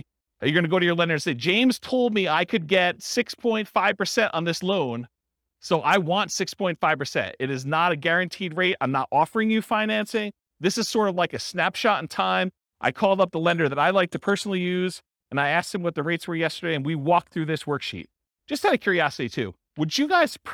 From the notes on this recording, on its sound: This was a live class recorded